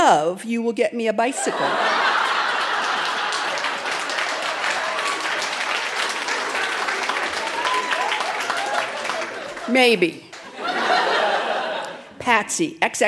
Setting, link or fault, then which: setting, live audience